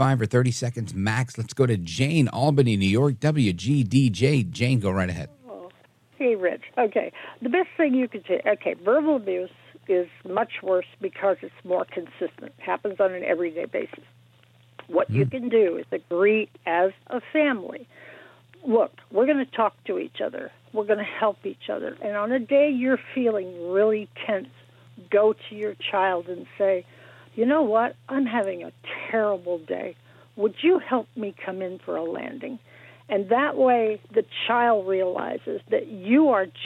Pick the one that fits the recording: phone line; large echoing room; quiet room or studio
phone line